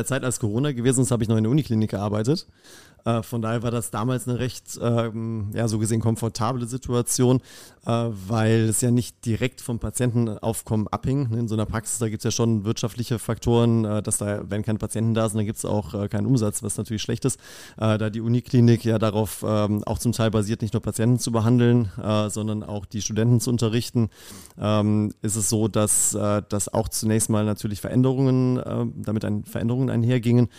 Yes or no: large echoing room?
no